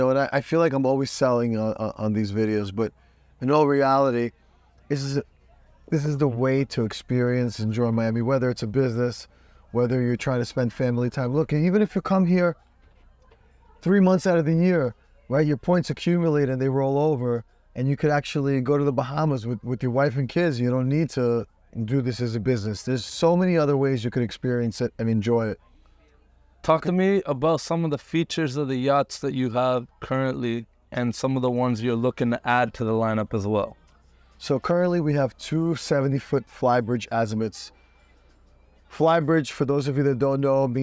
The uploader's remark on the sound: Record this podcast on his yacht. Based in Miami FL.